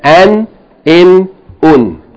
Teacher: And what happens is, instead of elongating the dhamma, you pronounce the dhamma as though there's a noon following it. We're not going to write noon, but it's going to be as though there's a noon there. · Term: N sound